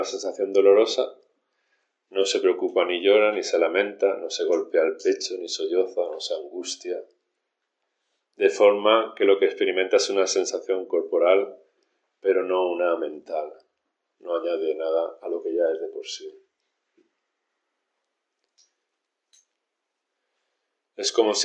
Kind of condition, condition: setting, large echoing room